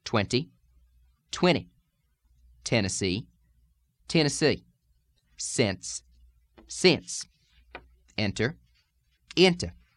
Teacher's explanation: This air sound, when it comes before a nasal consonant and in some other isolated situations, changes into an ear sound.